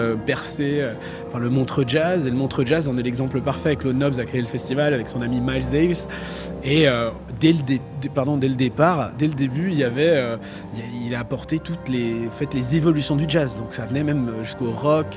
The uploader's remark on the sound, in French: Elle est en direct de la place Flagey pour faire vivre les coulisses du festival Djangofolllies.